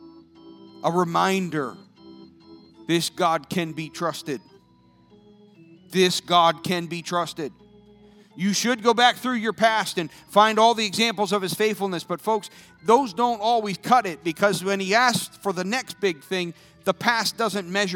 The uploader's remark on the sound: This sermon was recorded live on January 9th, 2022 at Newark United Pentecostal Church.